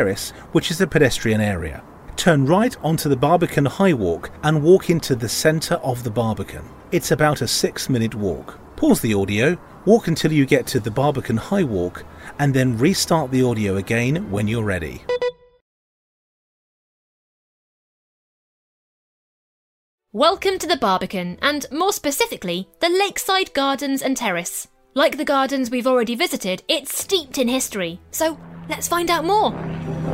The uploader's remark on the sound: audio walk around London